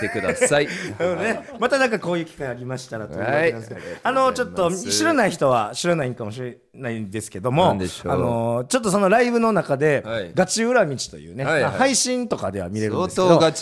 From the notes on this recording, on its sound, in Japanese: 公開収録。